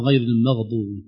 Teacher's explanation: الغين الآن لانت وجرت، أول كانت انحبست كأنها قريبة من القاف